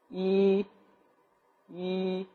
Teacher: 第一声就已经觉得是在嗓子里头发声